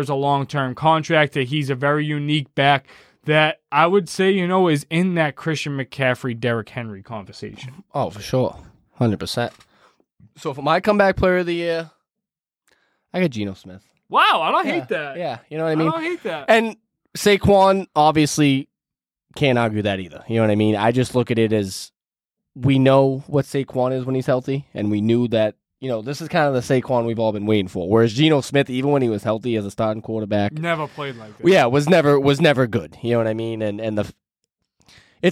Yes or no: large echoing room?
no